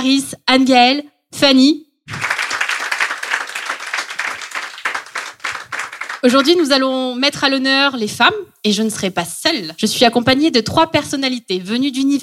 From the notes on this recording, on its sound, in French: je suis ravie d’être à la Nouvelle Seine en public pour cet épisode un peu spécial